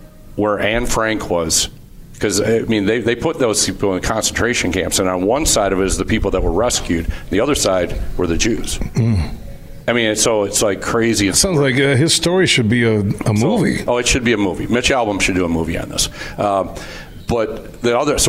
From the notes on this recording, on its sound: Today we're broadcasting live from Hope College